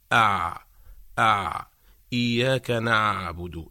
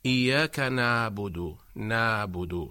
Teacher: هنا أيضا نحذر إلى الخطأ الشائع، البعض ينطق العين هكذا فيقول إياك نعبد نعبد، لم يحقق الهمزة من مخرجها، إذ أنه لم يرجع لسان المزمار إلى الخلف، فتخرج العين أشبه ما يكون بالألف · Shown in: second take · أما حرف العين فعندما ننطق بهذا الحرف فإن لسان المزمار يعود إلى الوراء كثيرا، فتضيق الفتحة الباقية التي يمر منها الصوت